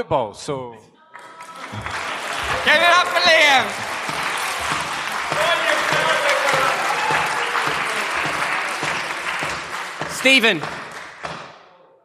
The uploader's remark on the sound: Three microphones. A boisterous studio audience.